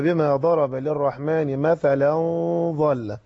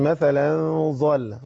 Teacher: الظاء حرف مفخم، وعندنا الغنة التي تسبق المفخم نعمل فيها يا سيدنا فخم. تفخم الغنة. · Shown in: first take